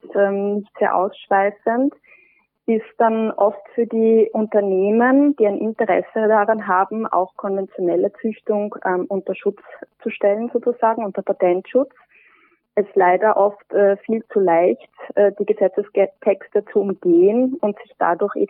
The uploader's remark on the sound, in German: Leider musste das Präsenzinterview verschoben werden – entschuldigt die unterdurchschnittliche Telefon-Audioqualität.